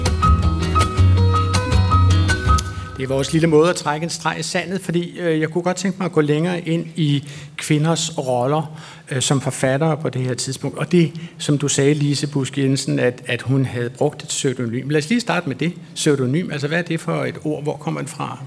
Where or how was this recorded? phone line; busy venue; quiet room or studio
busy venue